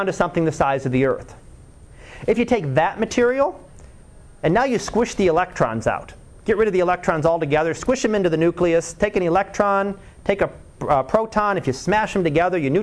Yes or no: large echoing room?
yes